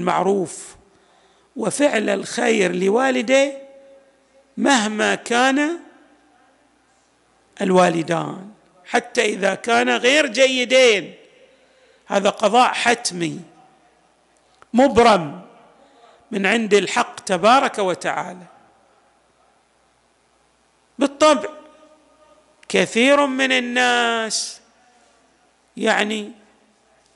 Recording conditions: large echoing room